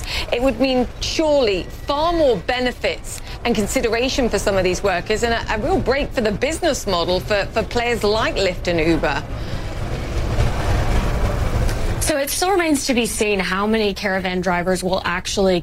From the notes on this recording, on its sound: live from the New York Stock Exchange